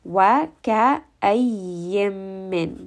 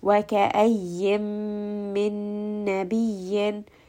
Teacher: Waka'ayyim min. So here we are merging the ya with the mim. Waka'ayyim min nabiyyin.